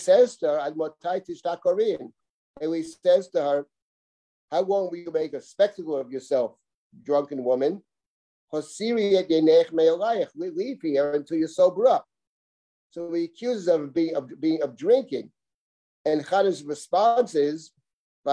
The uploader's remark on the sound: This audio was originally captured from Zoom